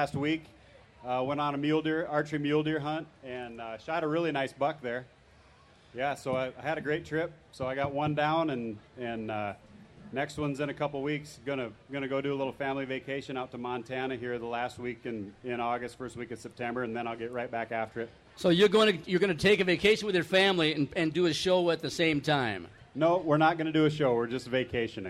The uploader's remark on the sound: The 4 Outdoorsmen: State Fair Special. In this episode we broadcast live from the Minnesota State Fair.